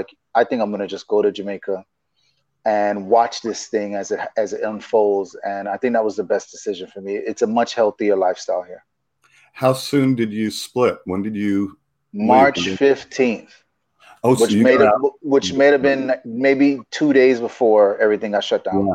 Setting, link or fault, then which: link, video call